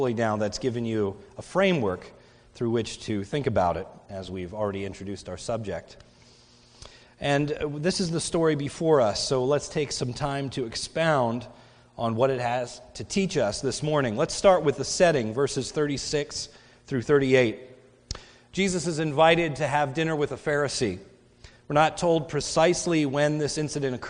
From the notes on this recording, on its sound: sermon recorded at the Lebanon Bible Fellowship Church in Lebanon, PA on 10/29/2017 during the morning service